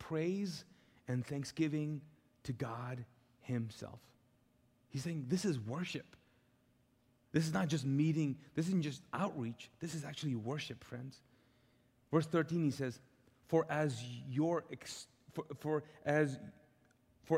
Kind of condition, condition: setting, large echoing room